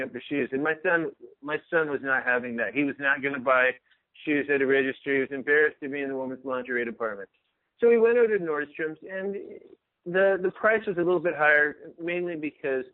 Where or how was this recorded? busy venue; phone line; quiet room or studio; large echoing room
phone line